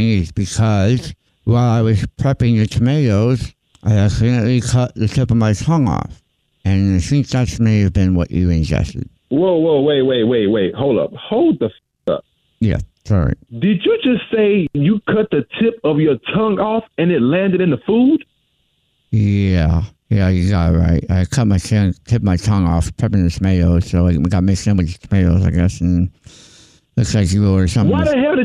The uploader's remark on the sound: Phone Prank